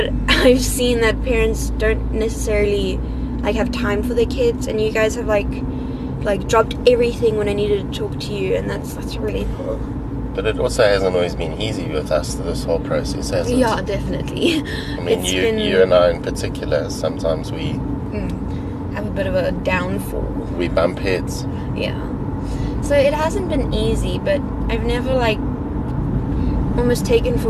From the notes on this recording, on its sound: A brave 12 year old speaks in the car.